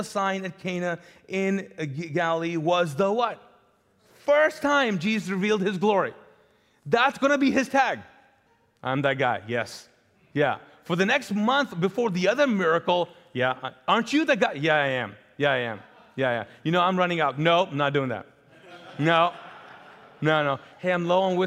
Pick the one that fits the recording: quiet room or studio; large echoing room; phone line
large echoing room